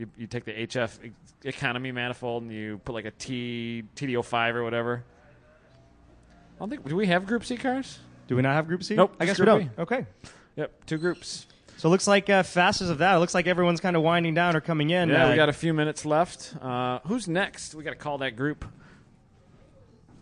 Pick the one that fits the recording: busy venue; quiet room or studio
busy venue